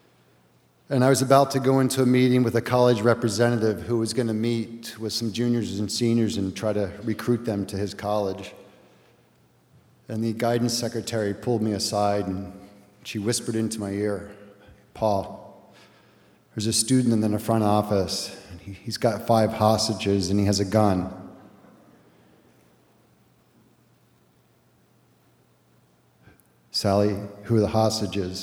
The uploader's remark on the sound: A special live edition of The Moth at the State Theatre in Portland, Maine.